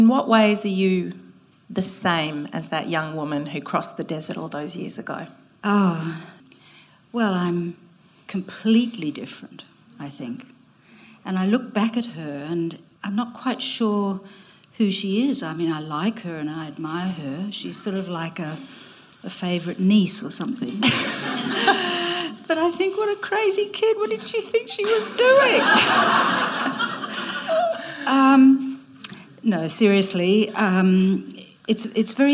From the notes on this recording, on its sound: Sat down in front of a live audience at The School of Life. Thank you to the School of Life for co-hosting this event with us.